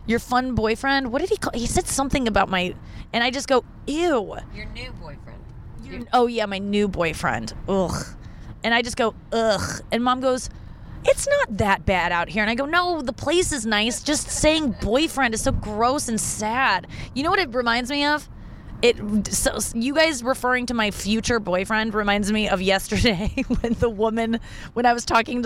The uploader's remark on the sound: in the car